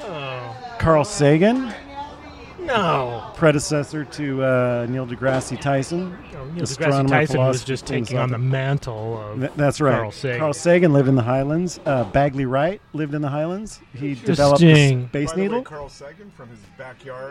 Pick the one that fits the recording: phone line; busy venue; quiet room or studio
busy venue